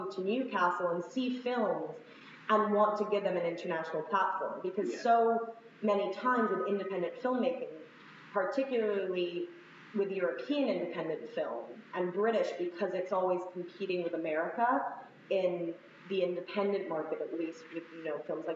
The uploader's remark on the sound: Another adventure in terrible audio